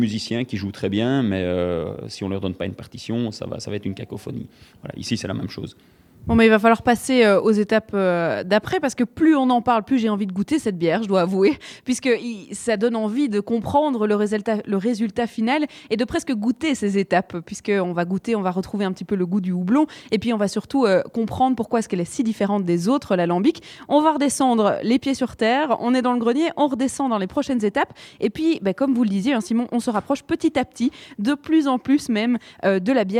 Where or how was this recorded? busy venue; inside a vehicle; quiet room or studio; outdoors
busy venue